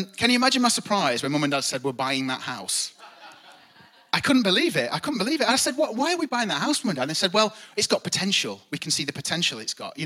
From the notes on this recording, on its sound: Recorded live at the Chesterfield Campus this is the message from the morning service on the 6th October 19.